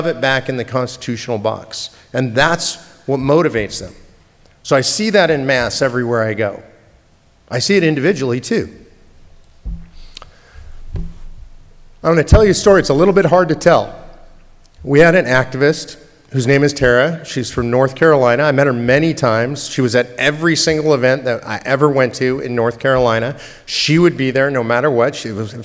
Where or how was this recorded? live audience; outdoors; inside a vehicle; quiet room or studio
live audience